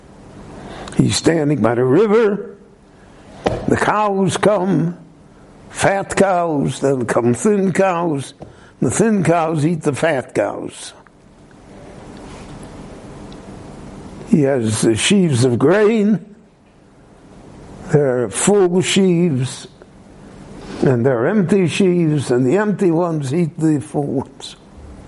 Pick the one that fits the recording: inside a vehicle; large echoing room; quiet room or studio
large echoing room